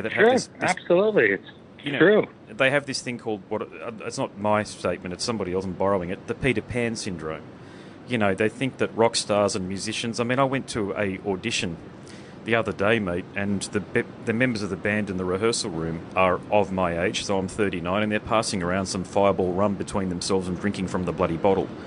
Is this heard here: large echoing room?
no